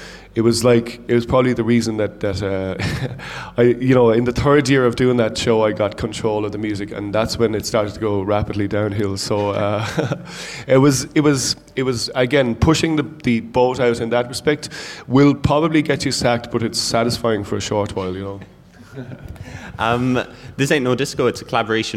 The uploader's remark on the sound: live at It Takes A Village